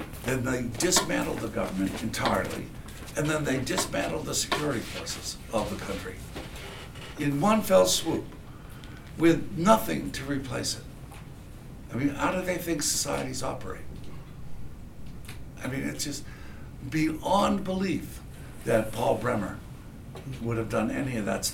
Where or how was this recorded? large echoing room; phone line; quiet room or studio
large echoing room